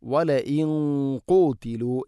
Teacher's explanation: നൂനിനെ അല്പം കനപ്പിക്കണം, കാരണം ഖാഫ് സ്വരഭാരത്തിൽ ഉച്ചരിക്കേണ്ട അക്ഷരമാണ്. അതുകൊണ്ട് തന്നെ വലഇൻ ഖൂതിലു എന്ന് പറയണം.